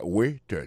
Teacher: accent tombé sous le premier syllabe là